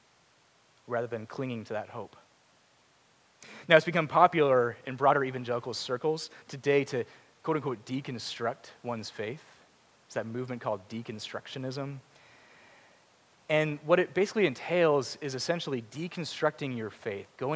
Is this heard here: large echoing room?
yes